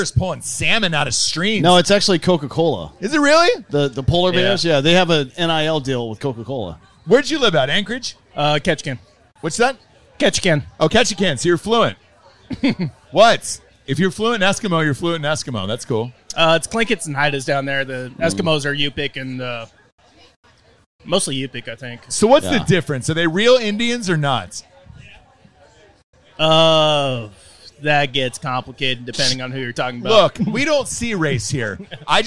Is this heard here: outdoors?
yes